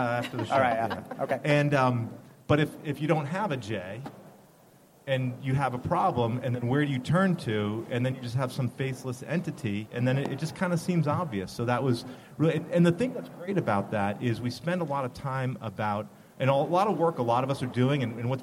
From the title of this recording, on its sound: LIVE from the HR Tech Conference